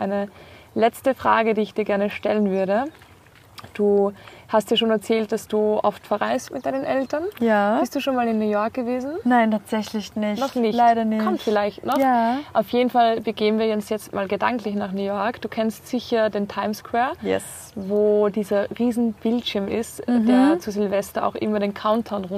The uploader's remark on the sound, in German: Gemütlich am Meer haben wir eine super inspirierende Folge aufgenommen